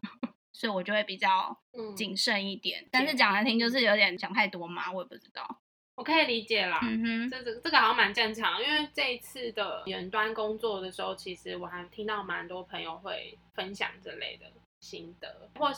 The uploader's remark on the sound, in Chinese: 這集是我們首次嘗試用遠距的方式完成錄音。音質和聽感可能和以往比較不同，還請大家多包涵了～。